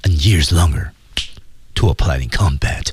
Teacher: and years longer to apply in combat years longer 后面有一个停顿